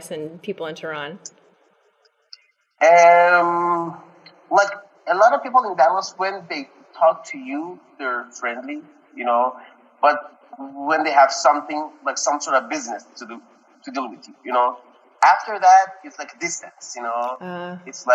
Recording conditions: poor sound quality